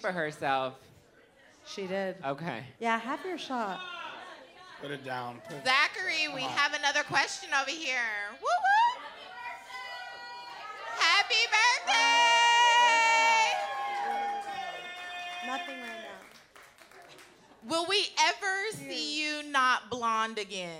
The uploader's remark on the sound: Live in LA. Live from The Bourbon Room in Hollywood.